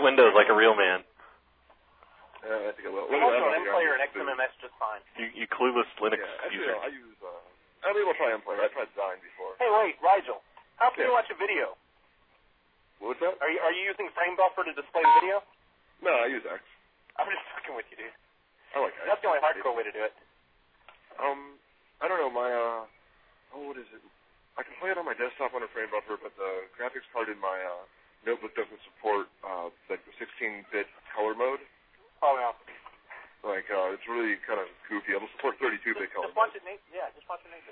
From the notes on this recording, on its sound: Prank Phone Calls Collection